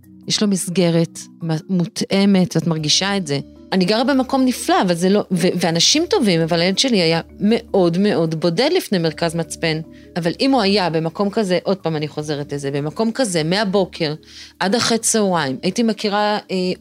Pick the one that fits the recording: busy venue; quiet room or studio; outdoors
quiet room or studio